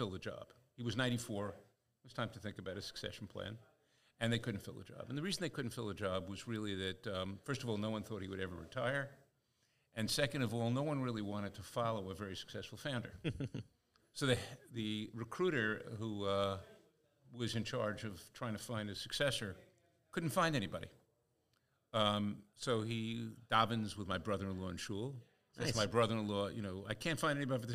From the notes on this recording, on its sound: LIVE FROM NEW JERSEY. Live show from the NJ reunion event.